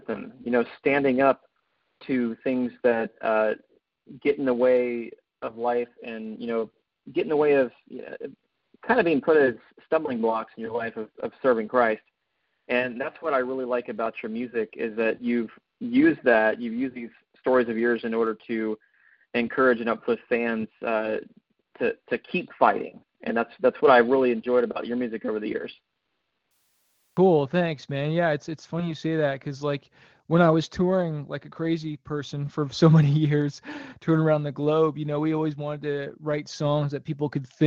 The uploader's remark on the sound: CALL IN LINE